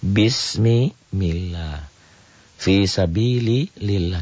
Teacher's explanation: Lafaz Allah dibaca tarkik atau tipis berbunyi Allah.